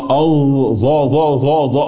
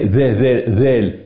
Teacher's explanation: طرف اللسان مع أطراف الثنايا العليا · Shown in: second take · Term: حرف الذال